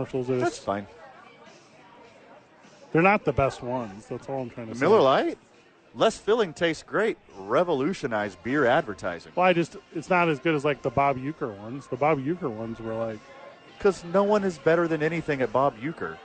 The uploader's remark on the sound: live from Santa Fe Brewing